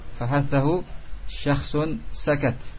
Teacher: Ini huruf-huruf ini ketika diucapkan diiringi dengan aliran nafas yang disebut dengan sifat hams.